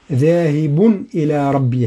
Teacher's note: وهذا التنوين ليس فيه غنى بل لابد من الإظهار، والإظهار يكون دون غنى لأن جاء بعده حرف حلقي وهو حرف من حروف الإظهار وهو حرف الهمز، ذاهب إلى ربي هكذا.